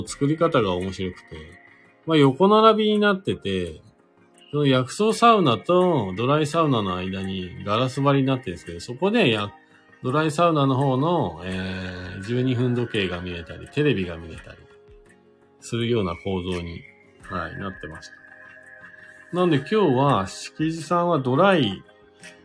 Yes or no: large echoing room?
no